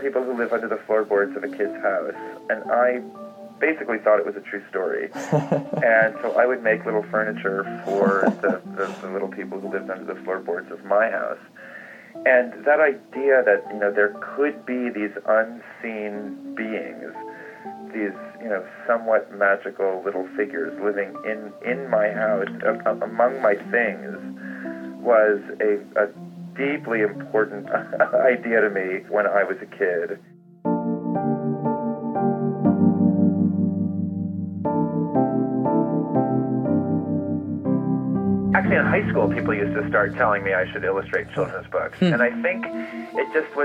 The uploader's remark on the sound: by phone | digital recorder